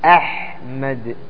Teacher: همزة مع الحاء متقاربان ولا لا من حروف الحلق الهمزة والحاء الهمزة تخرج من أقصى الحلق والحاء تخرج من وسط الحلق الآن أحمد فيه إظهار عند الجميع أحمد هذا واضح ما يحتاج